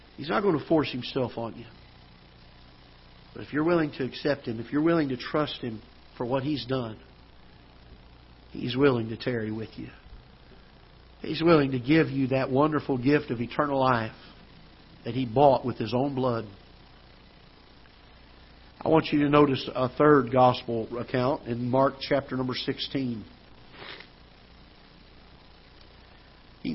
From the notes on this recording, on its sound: Ketha Heights Baptist Church ~ Live Broadcast.